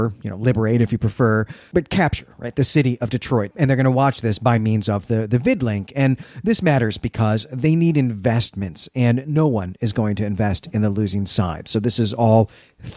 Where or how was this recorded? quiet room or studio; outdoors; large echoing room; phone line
quiet room or studio